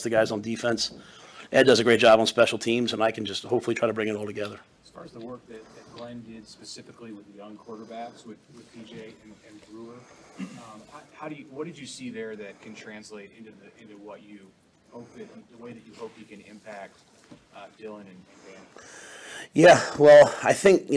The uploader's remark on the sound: February Signing Day Press Conference (2/7/24)